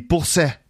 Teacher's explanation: T sound, sometimes can sound like a S sound. It becomes more fricative.